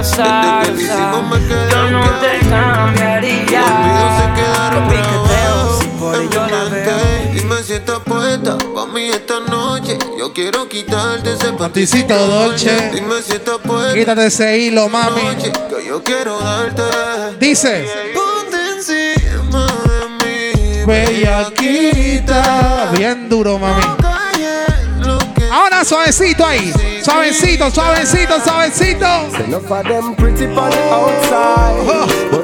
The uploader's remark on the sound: Live session crossover, opening at Passion Friday Patio Casco